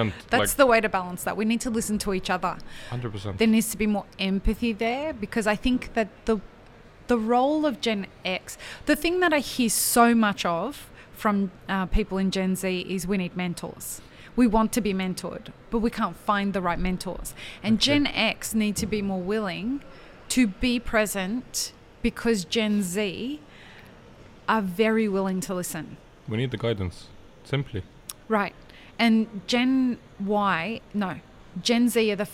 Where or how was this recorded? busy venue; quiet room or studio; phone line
busy venue